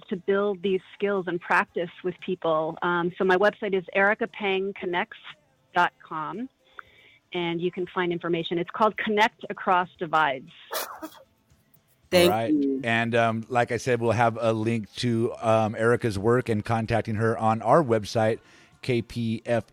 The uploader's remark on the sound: This week we broadcast live from Huichin-Occupied Ohlone Territory, also known to settlers as Berkeley, CA. We end the show by opening up the phone lines to hear from our supporting listening audience.